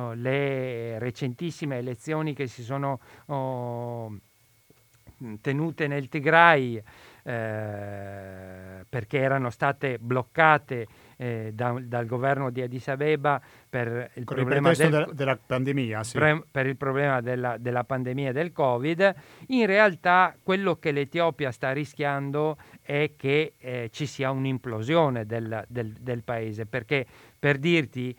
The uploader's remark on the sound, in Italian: abbiamo al telefono